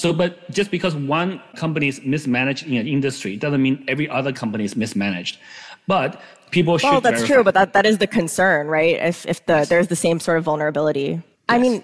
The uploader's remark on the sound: we’re playing a super timely recording of our discussion live on stage last week